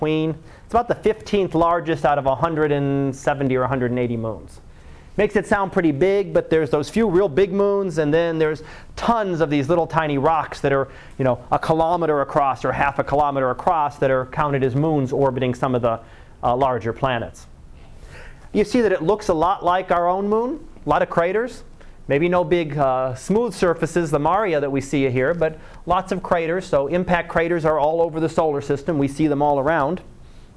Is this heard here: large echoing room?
yes